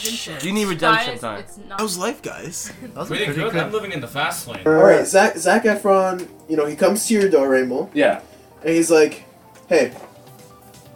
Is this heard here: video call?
no